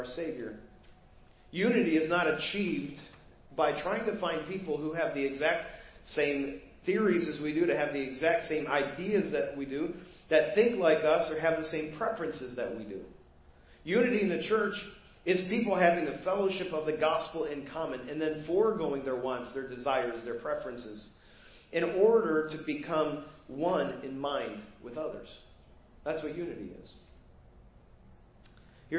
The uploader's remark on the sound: Preached at First Baptist Church of Hazel Park